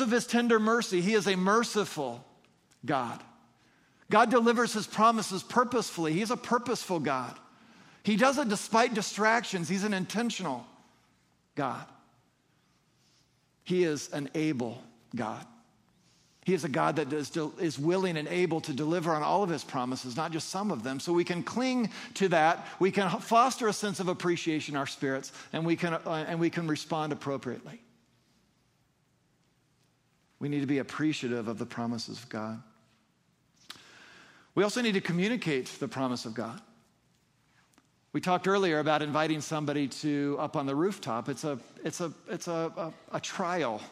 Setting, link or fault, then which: setting, large echoing room